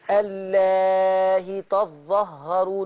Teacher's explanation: طبعا مش هضغط الهاء قوي، اخليها خفيف كده · Term: سهلي الهمزة